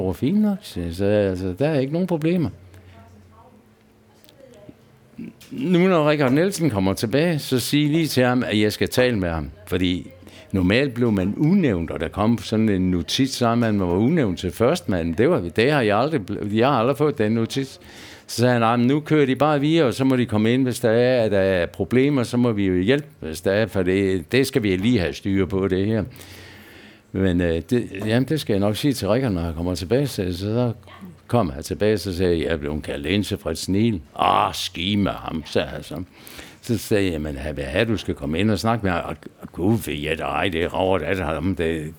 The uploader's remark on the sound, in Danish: Optaget på Bill’s Pub 47, Odense.